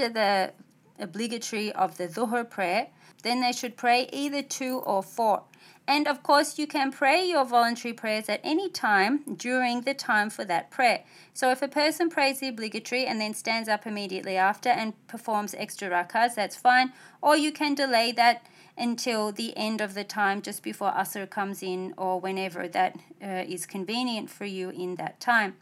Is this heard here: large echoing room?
no